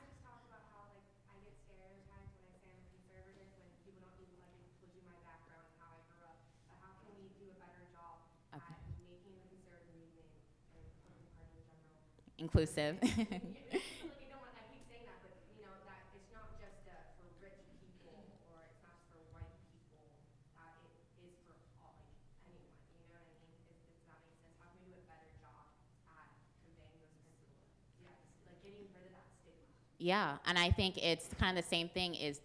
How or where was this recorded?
live audience